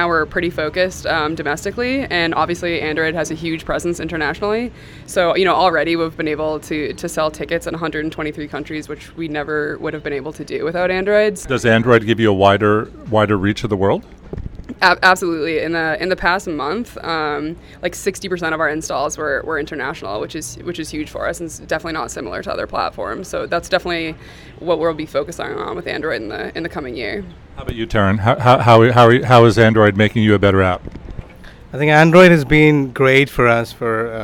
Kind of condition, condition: setting, busy venue